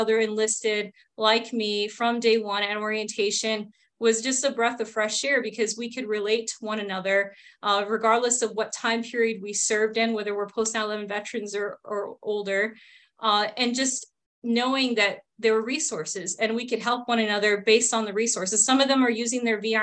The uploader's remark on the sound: A recording from a recent “Conversations on Success Beyond Service” virtual event held in early August.